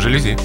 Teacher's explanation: Слово-то французское, ударение на последний слог, поэтому жалюзи.